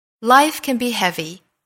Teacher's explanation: can 和 be 两个虚词呢，我们把它弱读， can 的音质发生变化